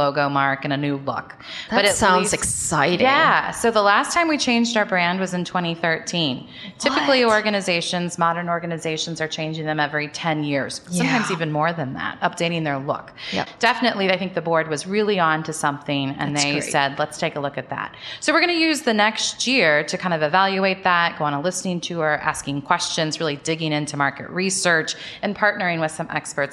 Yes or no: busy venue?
yes